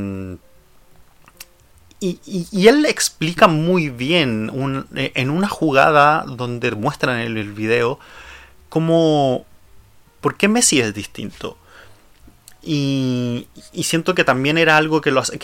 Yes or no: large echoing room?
no